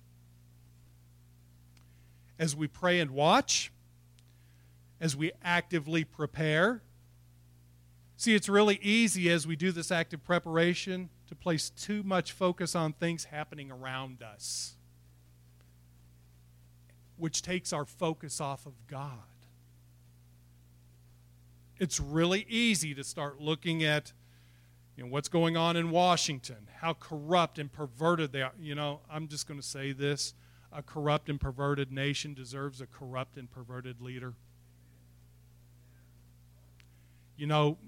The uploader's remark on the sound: It was recorded April 11, 2021 at Open Bible Church in Lawrenceburg, KY.